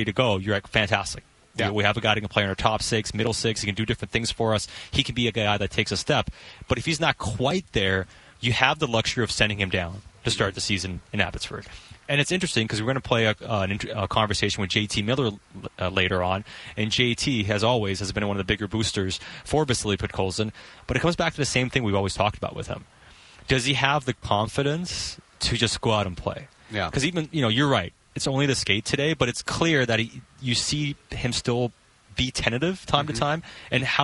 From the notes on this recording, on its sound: live from Canucks training camp in Victoria